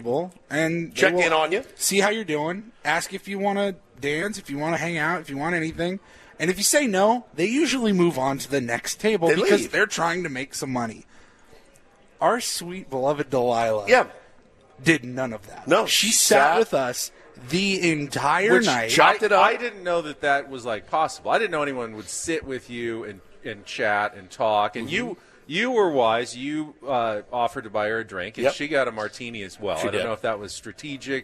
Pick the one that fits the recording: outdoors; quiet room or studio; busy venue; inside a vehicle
busy venue